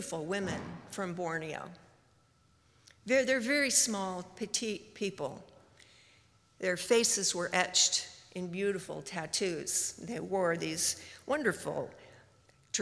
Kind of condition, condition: setting, live audience